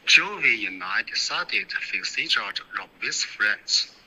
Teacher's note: 你所有的双元音都没有发到位，你的 I Joey and I 的 I，然后 decided 的 I 都没有双元音